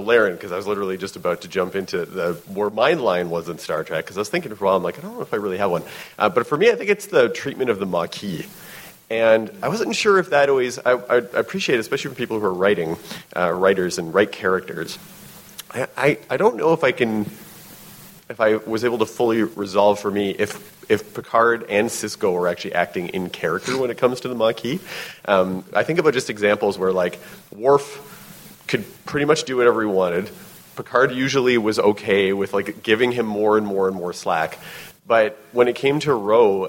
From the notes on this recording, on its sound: Recorded live at the Creation "56 Year Mission" Convention in Las Vegas.